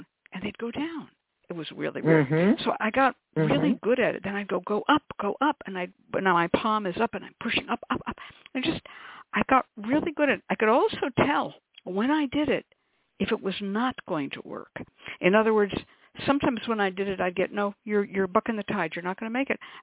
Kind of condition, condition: link, phone line